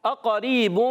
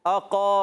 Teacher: کر ادا کریں گے اقریب حمزہ کو خوب واضح کریں گے قاف کو موٹا رکھیں قاف پر زبر ہے حرکت کو نہیں کھینچیں گے · Shown in: first take · حرکات کو نہیں کھینچنا بعض بچے اقریب اقریب اب جیسے اقا